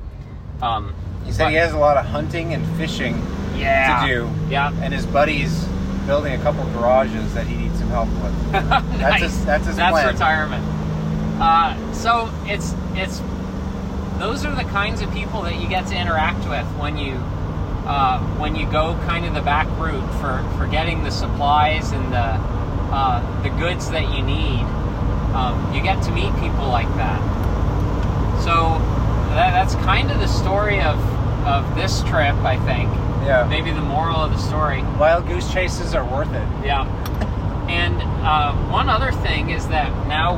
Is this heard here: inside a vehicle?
yes